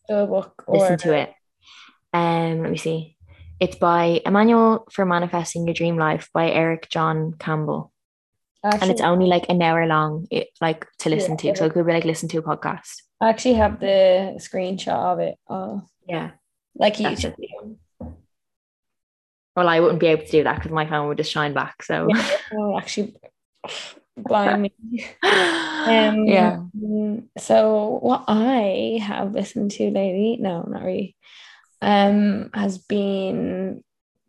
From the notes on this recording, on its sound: Our second long distance zoom podcast (still not the vibe). In this weeks episode from RAINY Bali.